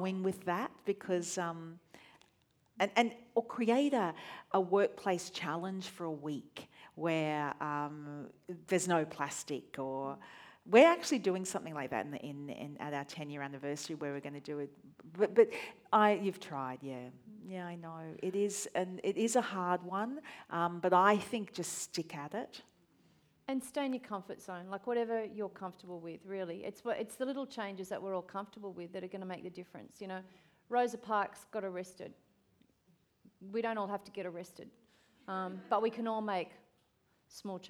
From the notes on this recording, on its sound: This session was recorded at the 2019 Newcastle Writers Festival.